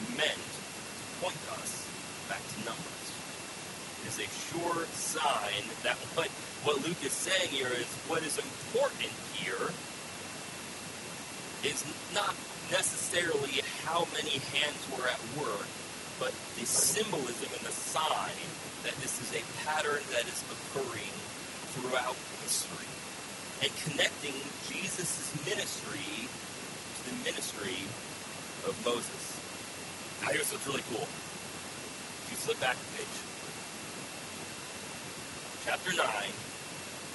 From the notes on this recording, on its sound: We apologize for the poor sound quality, we had lots of technical issues Sunday.